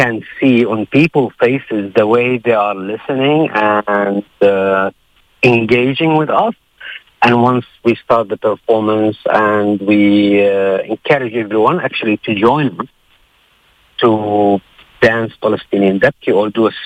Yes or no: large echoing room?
no